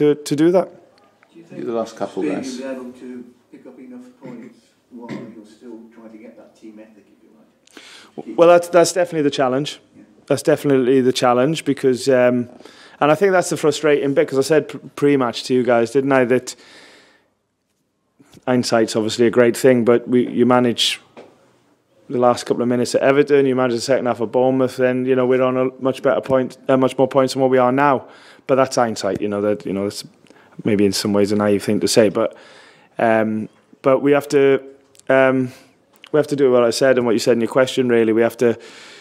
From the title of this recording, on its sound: Post Match Press Conference